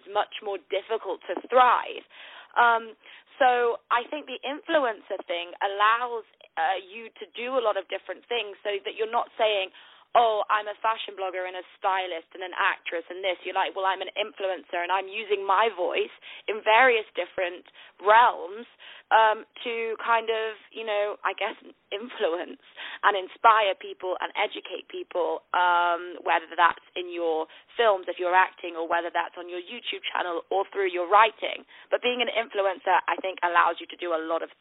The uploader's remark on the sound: On the phone